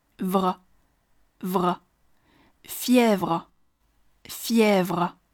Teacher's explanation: 在 v 之后，立马带出一个小舌音 r，跟这个 v 构成辅音群 vr · IPA: [fjɛvr]